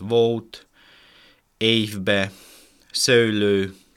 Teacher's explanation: a középső nyelvállásfokú O, Ö, E fonéma záródó diftongusos realizációja jellemző, tehát volt, évbe, szőlő, ami Dél-Dunántúlon, keleti palócban és északkeleti